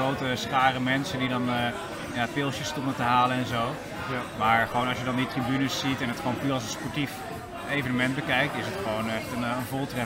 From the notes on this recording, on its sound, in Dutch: In de week van de Dutch GP komt Paddockpraat, de podcast van Formule 1 Magazine, live vanuit Zandvoort. In Strand 21, de thuisbasis van MP Motorsport.